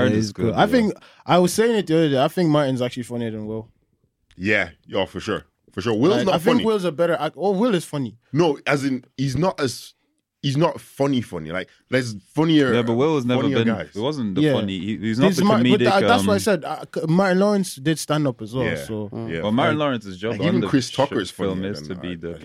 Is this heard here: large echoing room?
no